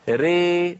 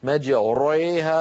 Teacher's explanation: يترتب على الإمالة ترقيق الراء قبلها · Shown in: first take